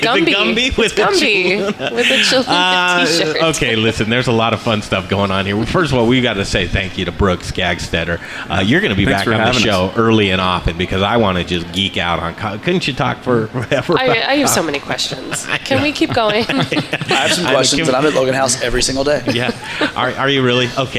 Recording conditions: busy venue